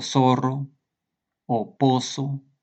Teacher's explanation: en el español de Latinoamérica, las letras Z se pronuncian de la misma manera que las letras S